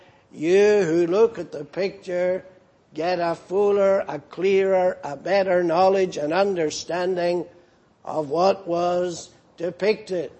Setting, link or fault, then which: setting, large echoing room